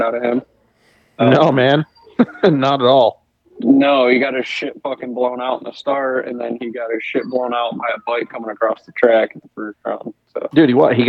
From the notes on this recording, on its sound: get on the phone